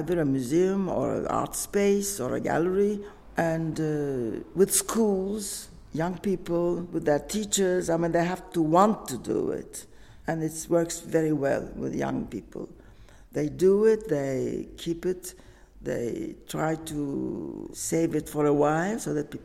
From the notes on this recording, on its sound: This episode was recorded at London Gallery Weekend 2023. This episode was recorded at London Gallery Weekend 2023.